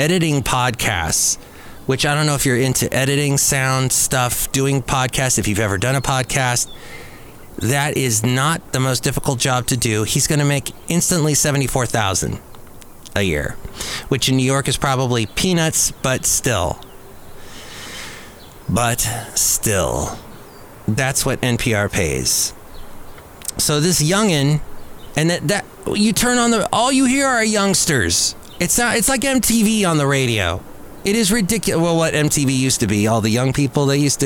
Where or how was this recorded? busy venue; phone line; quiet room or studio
busy venue